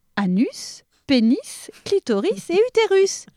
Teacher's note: on prononce bien le S dans anus, pénis, clitoris et utérus